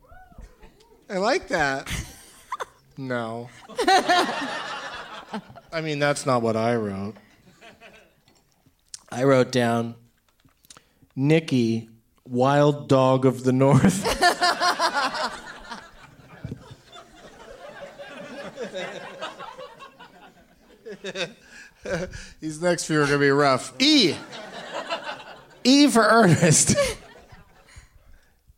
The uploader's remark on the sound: Live from The Improv in Orlando.